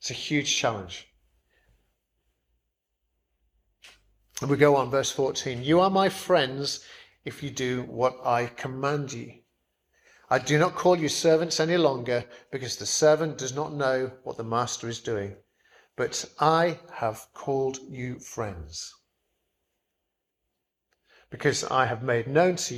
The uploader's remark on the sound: Preached at St Barnabas, Swanland.